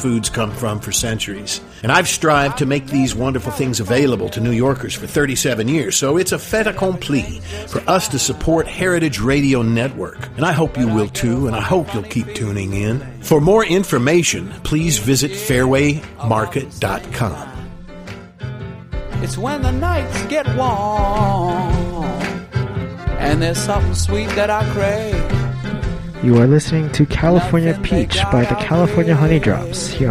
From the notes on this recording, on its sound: via phone